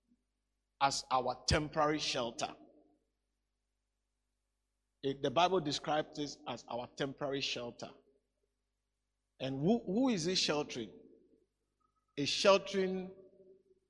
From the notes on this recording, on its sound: today's message preached at the Living Waters Cathedral